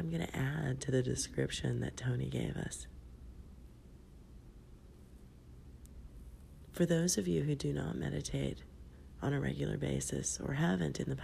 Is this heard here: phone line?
no